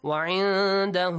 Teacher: Extend the hu sound for 2 beats.